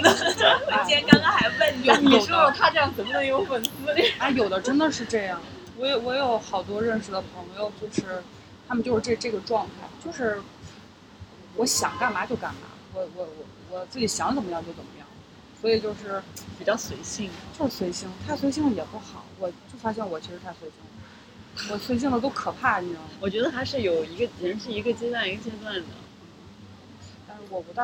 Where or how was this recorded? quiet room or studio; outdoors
outdoors